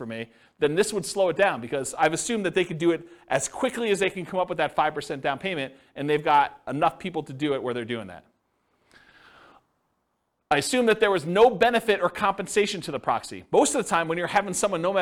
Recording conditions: live audience